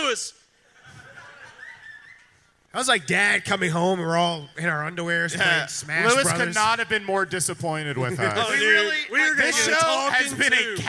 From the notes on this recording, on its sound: LIVE from Skankfest South at The Secret Group in Houston, Texas!